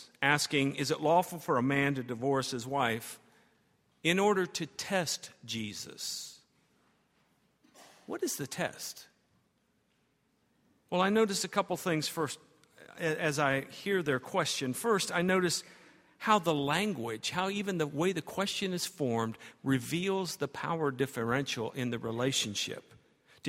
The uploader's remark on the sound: at Highland Baptist Church